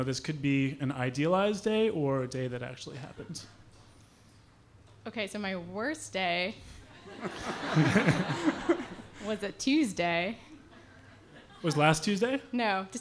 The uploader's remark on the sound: here's a bonus full episode from one of our recent favorite live shows